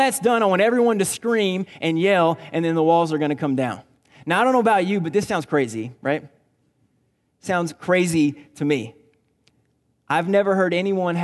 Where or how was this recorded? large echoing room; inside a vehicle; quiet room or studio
large echoing room